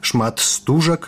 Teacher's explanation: вымавіць шмат стужак языку не так лёгка, збягаецца некалькі шумных зычных